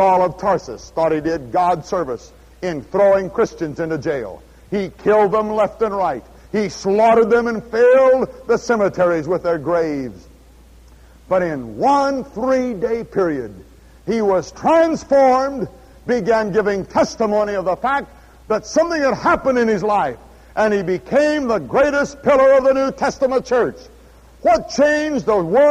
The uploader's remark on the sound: at Houston's First Baptist Church, Houston, Texas